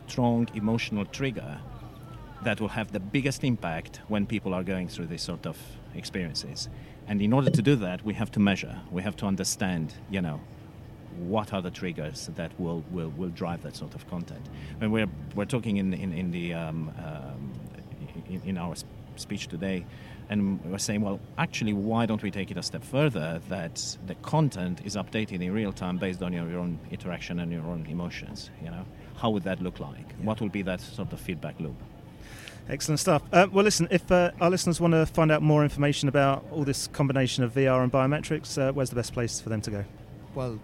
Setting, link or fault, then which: setting, busy venue